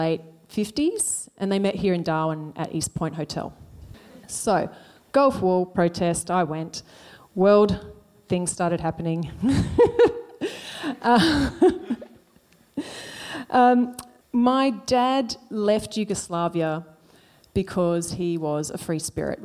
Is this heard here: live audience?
yes